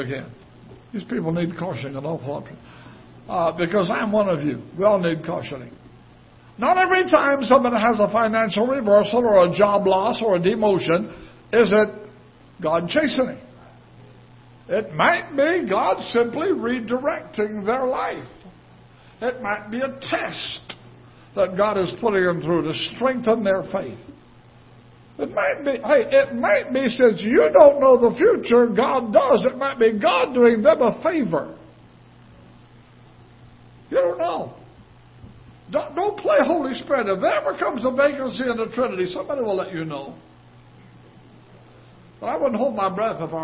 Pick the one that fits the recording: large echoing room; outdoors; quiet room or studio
large echoing room